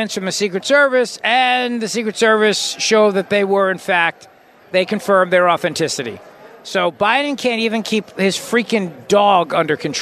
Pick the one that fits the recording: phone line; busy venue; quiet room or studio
busy venue